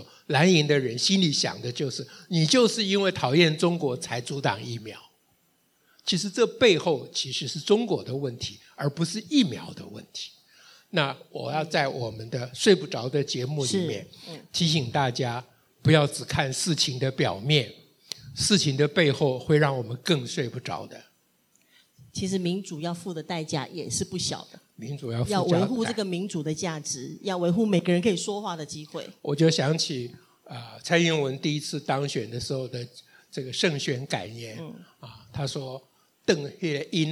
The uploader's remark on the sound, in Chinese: 台北聚賢會現場Podcast